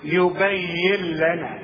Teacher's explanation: بشبك الياء مع اللام وكأن النون غير موجودة